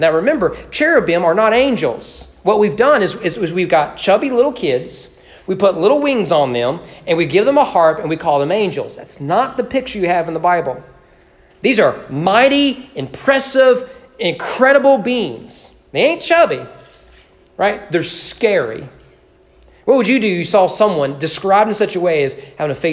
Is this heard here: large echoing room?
yes